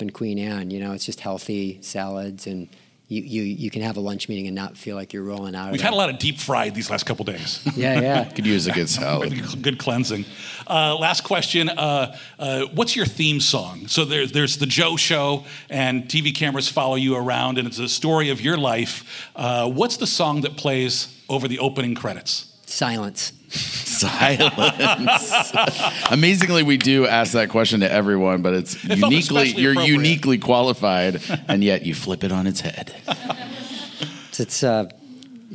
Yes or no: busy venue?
yes